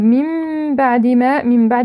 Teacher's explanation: إقلاب النون الساكنة ميما، نعطيها زمن الغنة